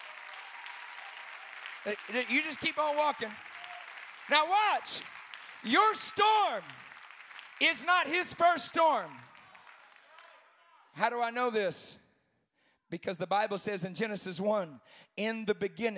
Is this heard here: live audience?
yes